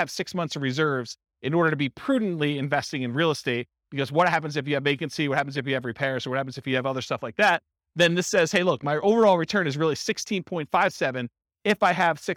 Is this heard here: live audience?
yes